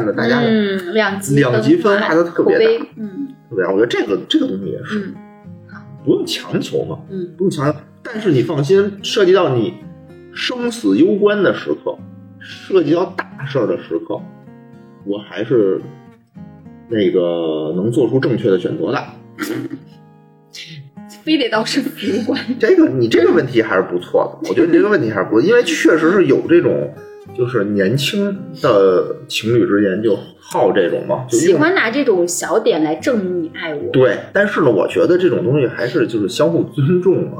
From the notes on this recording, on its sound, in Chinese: 本期为视频节目。这是我们用摄像头直接录制的，声音质量着实堪忧。